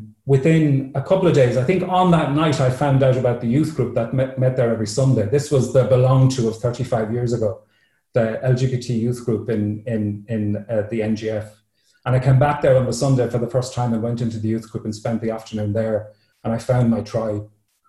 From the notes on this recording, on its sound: these stories were originally told at an online Zoom event